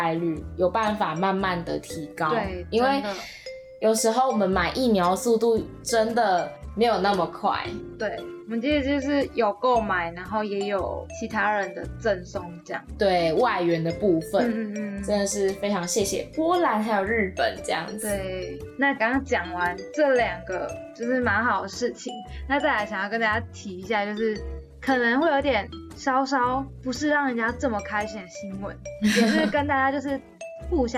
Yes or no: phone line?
no